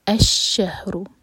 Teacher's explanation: تو جب بھی ایسا ہو حمزۃ الوصل کے بعد جب بھی لام آئے تو ہم حمزۃ الوصل پر پریٹینڈ کرتے ہیں کہ یہاں پر فتحہ ہے، تو اس لیے ہم پڑھیں گے الشہر، اور را کو لام سے جوڑیں گے.